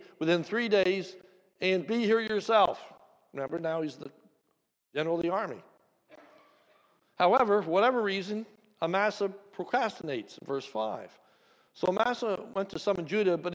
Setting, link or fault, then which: setting, large echoing room